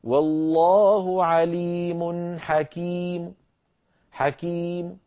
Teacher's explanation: أو كصيب أو كصيب، باء مكسورة صوت ضعيف، والله عليم حكيم أحذف التنوين وأقف بميم آخرها ضمة صوتها ضعيف، هكذا والله عليم حكيم حكيم، هكذا ميم مضمومة صوتها ضعيف.